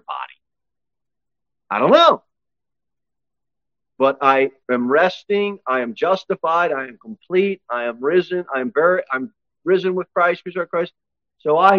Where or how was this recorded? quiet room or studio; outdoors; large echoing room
large echoing room